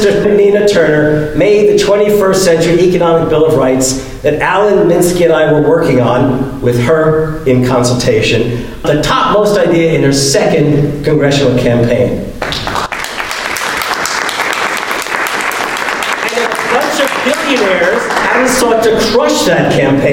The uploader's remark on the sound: LIVE from the Our Wisconsin Revolution Convention!